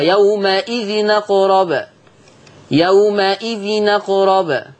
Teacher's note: قال لك يومئذ أقرب، لما ينقل ورش حركة الهمزة للتنوين، التنوين نون ساكنة فالهمزة مفتوحة، فلما تنتقل للتنوين التنوين يبقى نون مفتوحة